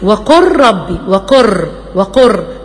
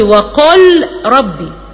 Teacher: اللام هنا بتضغم تماما · Shown in: first take · لان جه وراها حرف الايه الراء. · Term: الادغام